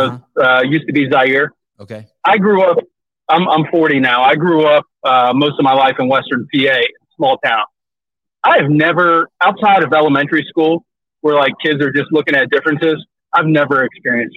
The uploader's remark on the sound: Live Call